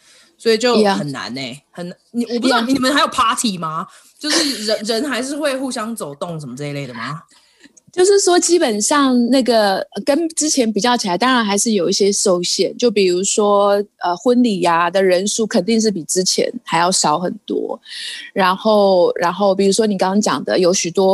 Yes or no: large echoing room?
no